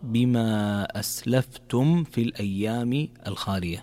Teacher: من الأخطاء الشائعة تقرأ أسلفتم في الأيام الخالية، لكن عندنا هنا حكم من أحكام الميم الساكنة وهو الإظهار الشفوي، فإذا جاءت عندنا ميم ساكنة وبعدها حرف الفاء يكون الحكم هنا إظهار، فتظهر من غير إضغام، فما تقرأ أسلفتم في الأيام، تقرأ بما أسلفتم في الأيام الخالية.